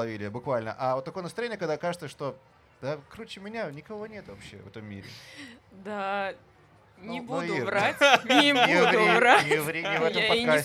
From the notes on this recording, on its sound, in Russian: бонусный выпуск подкаста, который мы записали на фестивале Vulitsa Ezha